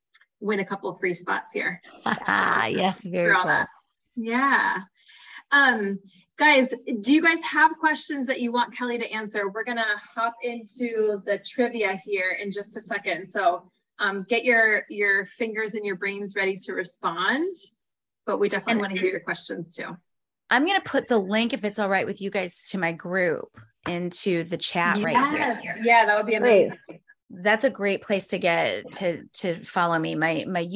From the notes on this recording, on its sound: This week’s video is a recording of a webinar I did for FitBodies, Inc.